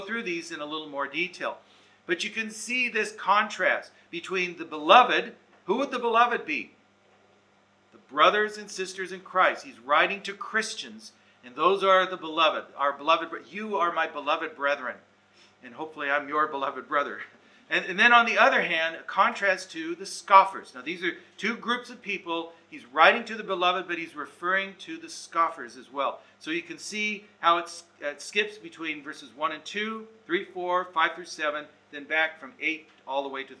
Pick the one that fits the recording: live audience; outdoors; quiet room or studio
live audience